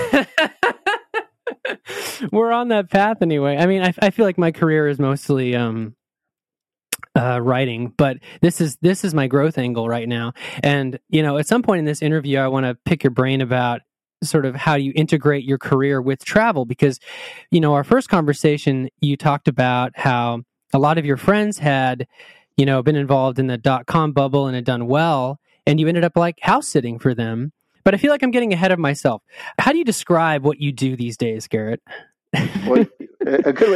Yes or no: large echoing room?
no